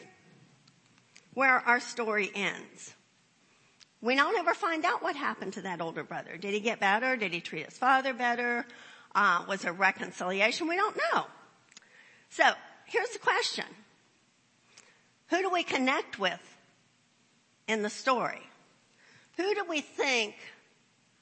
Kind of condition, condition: setting, large echoing room